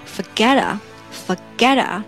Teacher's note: 其实美国人在发这个 t 的时候，他会把它浊化成类似 d 的音